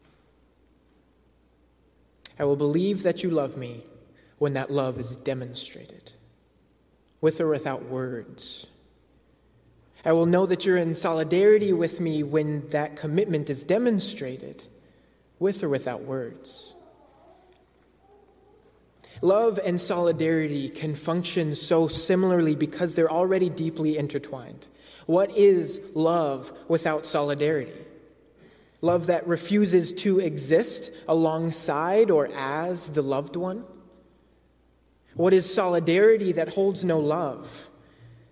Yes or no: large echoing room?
yes